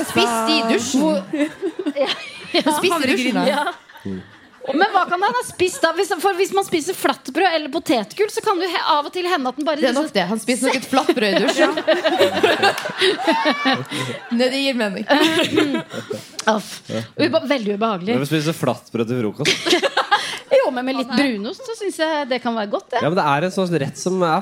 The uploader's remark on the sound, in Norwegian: live fra Parkteatret